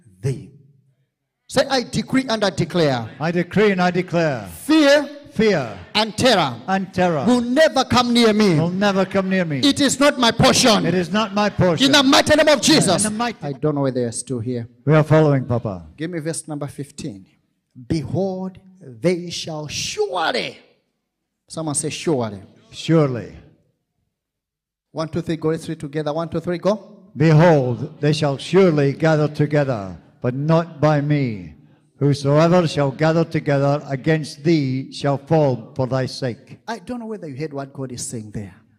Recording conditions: live audience